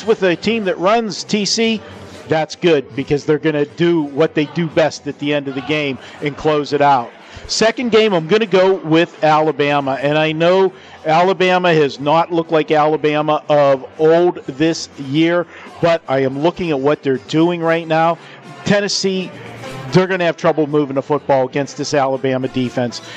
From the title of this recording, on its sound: Live from the Super Book at the Westgate Las Vegas